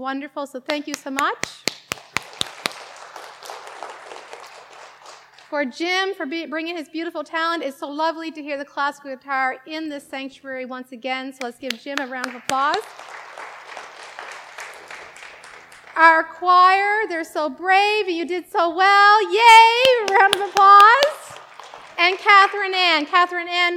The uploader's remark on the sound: Live worship service